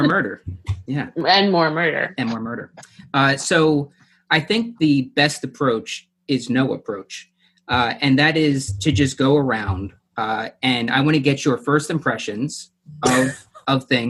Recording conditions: video call